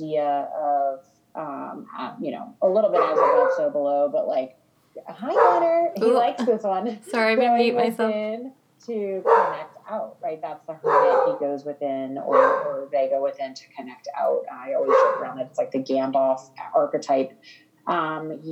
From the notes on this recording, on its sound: we apologize for any sound interruptions or hiccups in quality as we are both at home and record over a zoom call for each episode